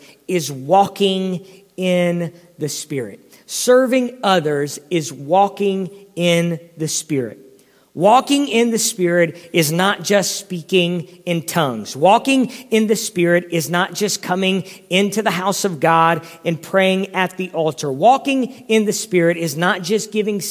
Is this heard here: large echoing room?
yes